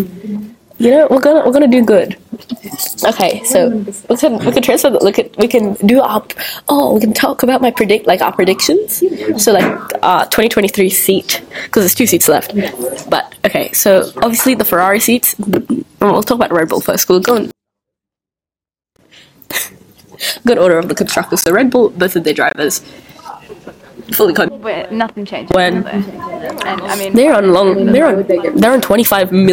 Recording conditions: background noise